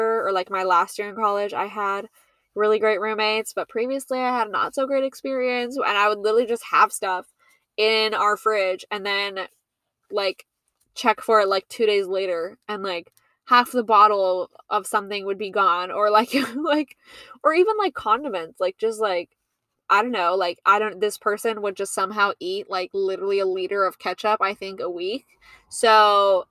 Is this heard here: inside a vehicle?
yes